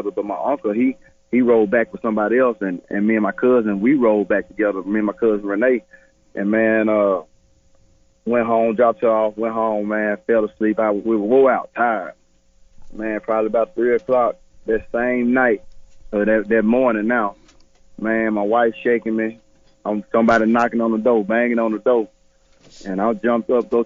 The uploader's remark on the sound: Phone interview.